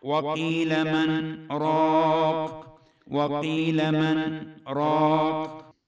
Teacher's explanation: الاستثناء الثاني، طبعا السكت أيضا النون تظهر كما هي، طالما الوقف منوي فتبقى النون كما هي ولا تدغم، وقيل من راق وقيل من راق، النون تظهر كما هي.